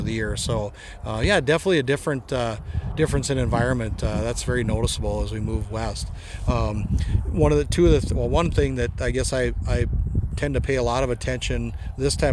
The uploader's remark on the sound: BASF Showcase Plot Tour 2023 near Rugby, ND